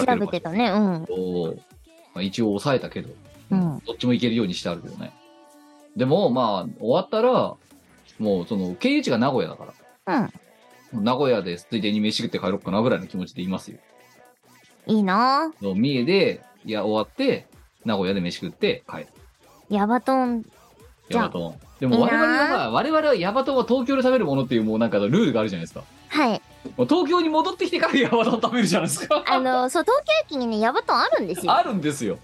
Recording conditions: video call